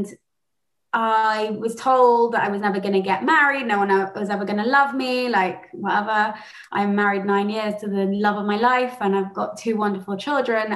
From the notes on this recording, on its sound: She spoke Spoke at the Without Exception European Zoom Meeting.